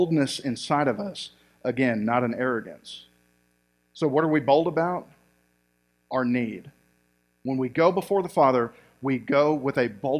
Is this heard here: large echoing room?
yes